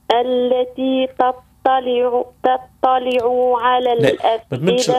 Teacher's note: التاء والطاء مازالوا يعني لازم تفصل بيناتهم تسمى تخليص الحروف